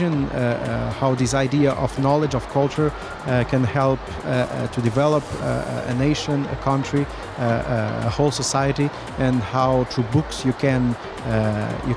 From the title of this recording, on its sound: Live from SIBF 2023